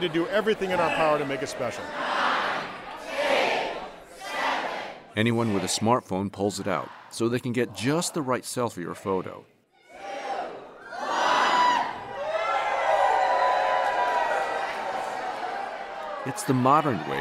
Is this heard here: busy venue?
yes